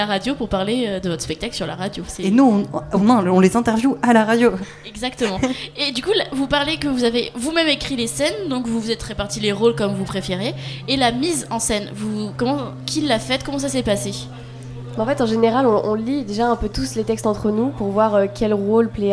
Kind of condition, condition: setting, busy venue